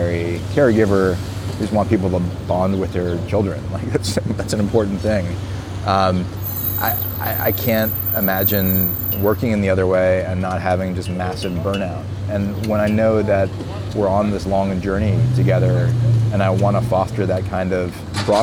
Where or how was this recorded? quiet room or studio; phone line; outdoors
outdoors